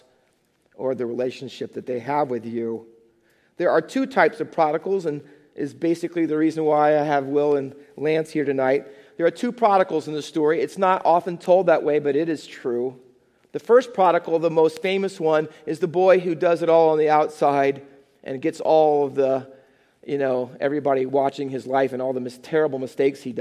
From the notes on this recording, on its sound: Faith Baptist Church in Hamilton, NJ.